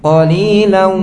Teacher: idgham bi gunnah, didengungkan wawunya. Qalilau masuk hidung. Kalau di hidungnya ditutup berhenti.